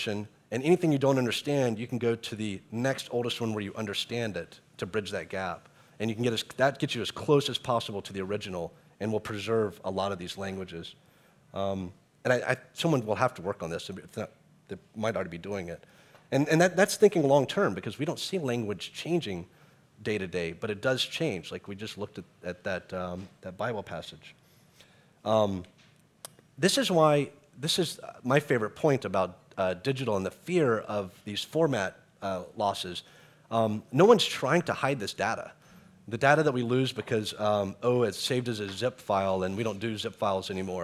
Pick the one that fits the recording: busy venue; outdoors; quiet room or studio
busy venue